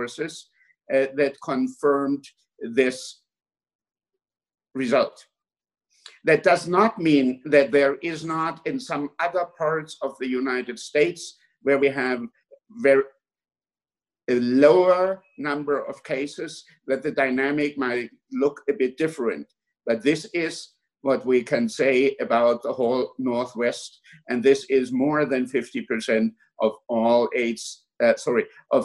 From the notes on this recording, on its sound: A public debate hosted via Zoom by the Soho Forum on Monday, June 1, 2020. The Soho Forum typically hosts Oxford-style debates, in which a live audience votes before and after the event. Because this debate took place over Zoom, we did things a little differently.